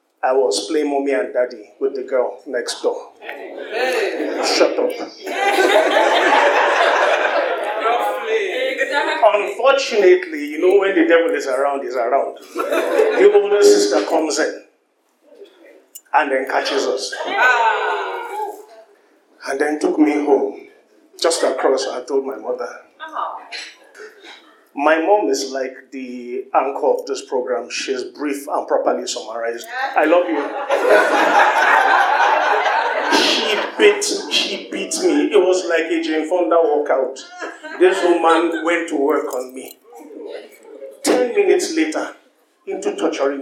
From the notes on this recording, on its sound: three hilarious stories from the June live show